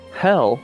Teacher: Cockney accent is a little more of a W